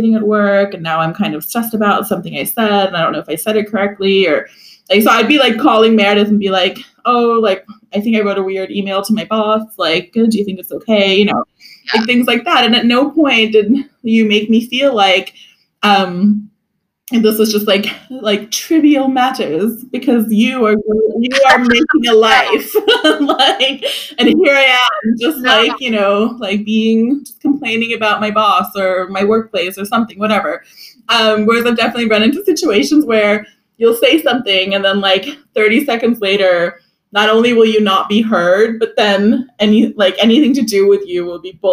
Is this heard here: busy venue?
no